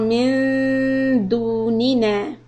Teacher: Make sure that the lips are rounded, sharp. For dal dhamma, do.